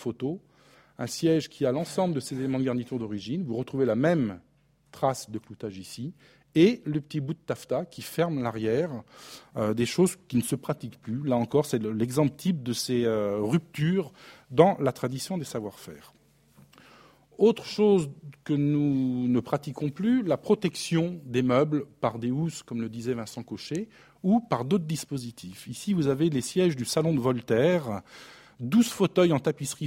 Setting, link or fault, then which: setting, large echoing room